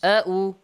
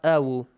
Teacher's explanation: But you say that the waw is just a base for hamza, a chair or a base for hamza. And you have to pronounce the hamza, not waw. · Shown in: first take